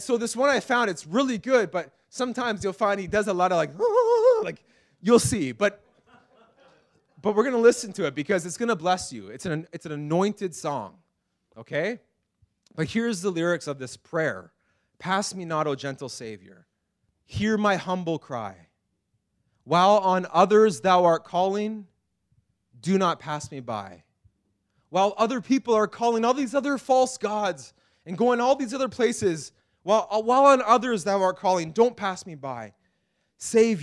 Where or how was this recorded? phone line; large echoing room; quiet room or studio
large echoing room